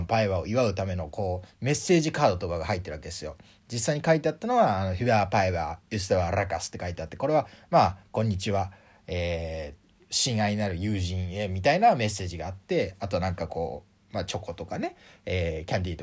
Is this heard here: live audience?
no